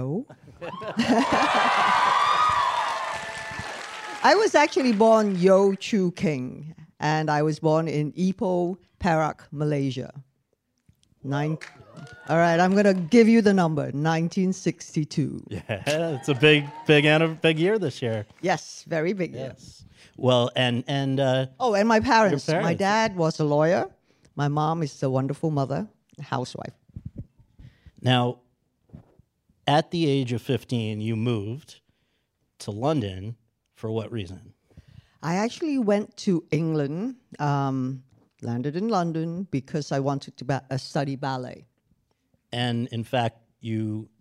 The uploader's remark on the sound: In front of an audience at Chapman University